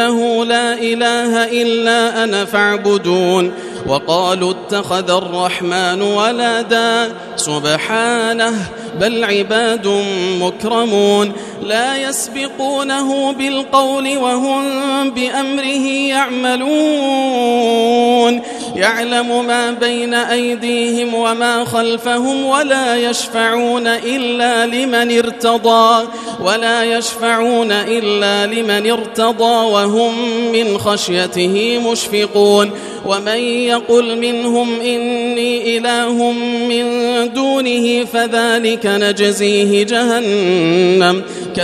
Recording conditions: large echoing room